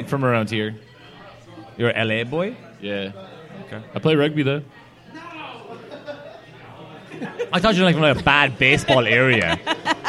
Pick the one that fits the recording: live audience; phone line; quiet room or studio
live audience